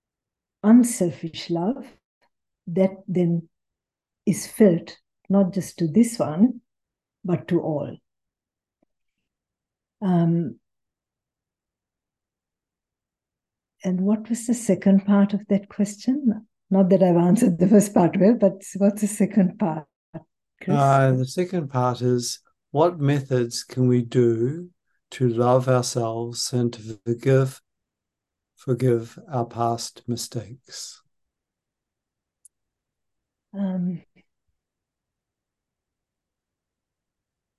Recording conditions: video call